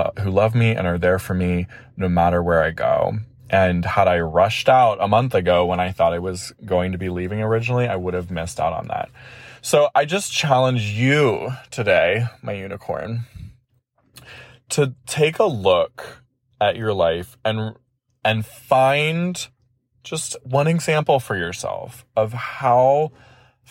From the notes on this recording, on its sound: the first recording on the road from day two of our drive